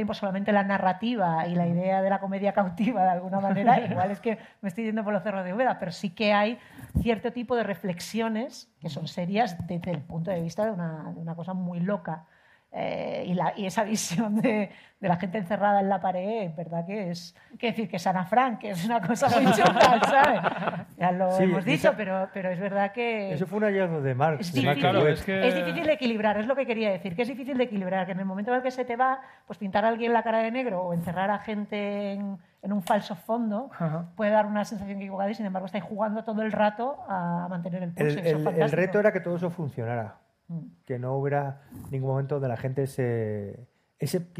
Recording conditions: live audience